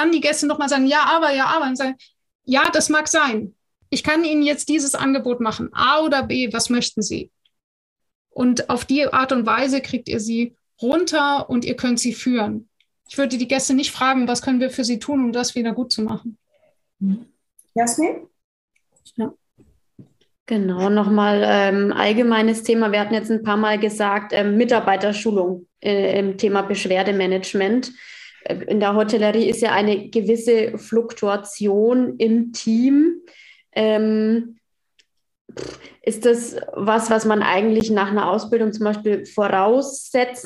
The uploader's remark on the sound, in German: Audio-Aufzeichnung des gleichnamigen interaktiven Webinars.